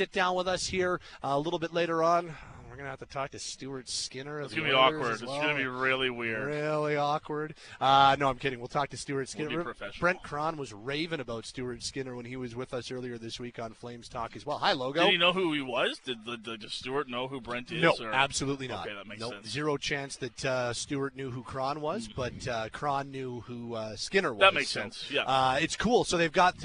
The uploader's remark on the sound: Live from the Shaw Charity Classic